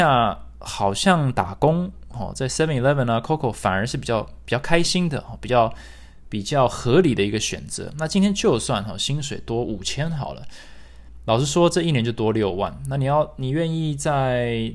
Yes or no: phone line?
no